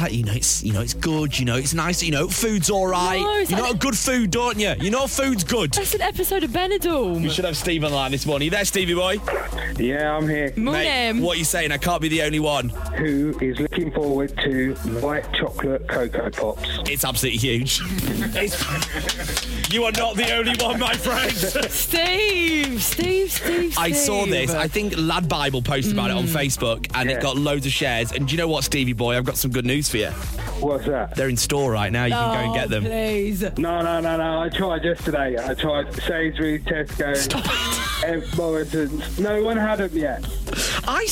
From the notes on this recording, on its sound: In today's KISS Breakfast Wrap, We asked our listeners to call in and finish this sentence...